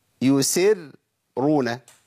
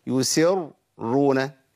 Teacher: الراء المشددة راء الاثنين الساكن والمتحرك يفخمه · Shown in: second take